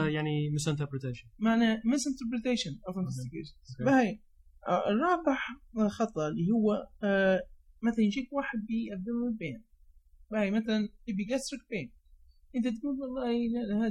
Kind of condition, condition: fault, poor sound quality